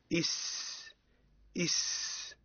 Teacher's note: سمعت صوتا صفيريا يشبه صوت الطائر